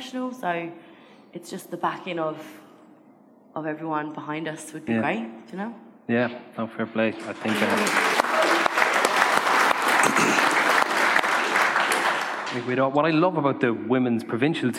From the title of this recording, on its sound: LIVE in Dublin